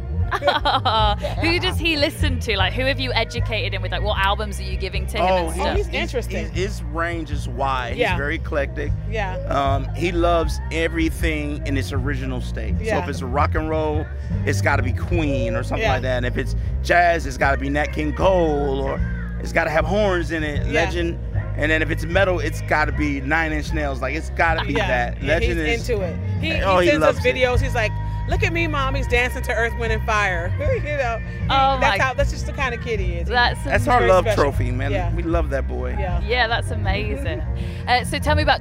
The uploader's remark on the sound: Backstage at The Long Road Festival.